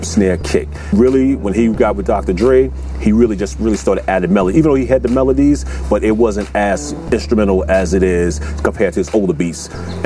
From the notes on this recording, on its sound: Todays show we are outside.